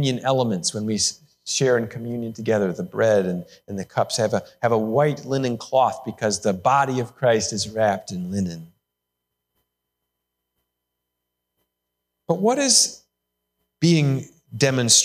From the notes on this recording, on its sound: Sermon recorded live AT HOLLAND FMC! The service was held indoor with many adjustments to provide a safe experience.